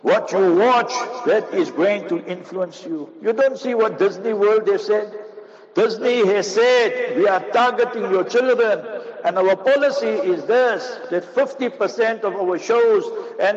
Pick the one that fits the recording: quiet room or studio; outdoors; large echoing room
large echoing room